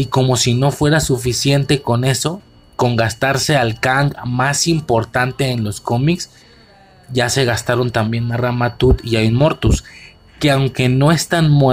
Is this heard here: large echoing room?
no